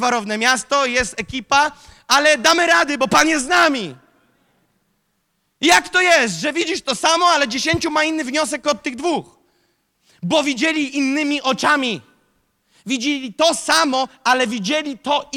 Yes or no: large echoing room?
yes